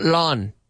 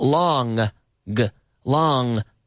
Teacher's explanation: The back of my tongue touches against the roof of my mouth. · Shown in: second take